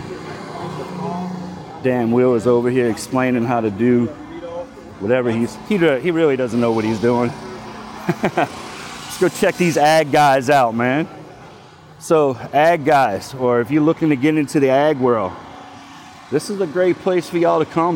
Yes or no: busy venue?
yes